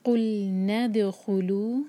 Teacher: دال پر قلقلہ اور لو دو حرکہ مد تبعی